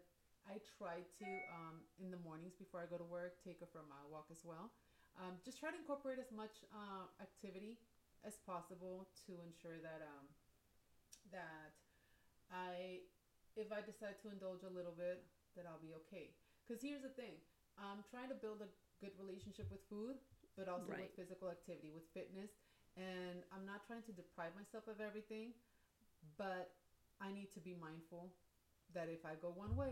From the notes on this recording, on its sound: PLEASE EXCUSE OUR SOUND WE ARE WORKING ON IT